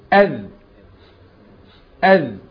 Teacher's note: الذال حرف مجهور مش هيجري النفس، تقول أذ أذ.